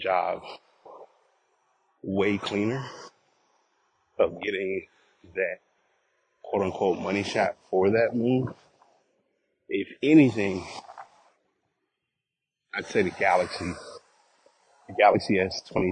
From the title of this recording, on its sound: Walking Recording